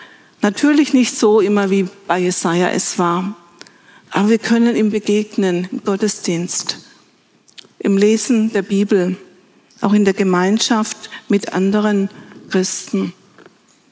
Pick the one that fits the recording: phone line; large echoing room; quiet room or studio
large echoing room